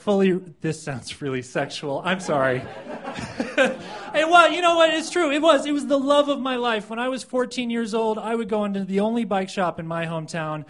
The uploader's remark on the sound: These stories were recorded at The Deer Pile on January 16th, 2013